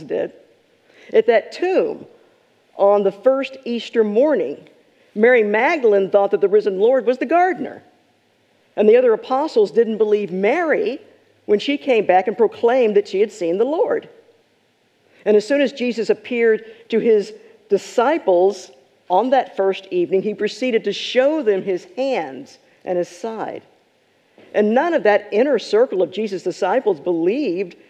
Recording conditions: large echoing room